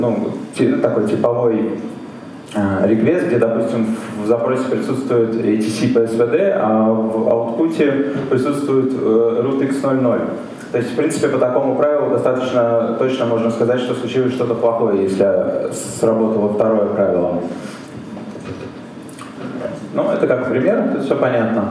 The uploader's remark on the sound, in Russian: ZeroNights 2014 и «Открытая безопасность» представляют аудиозапись докладов с конференции. Workshop 1, Defensive track.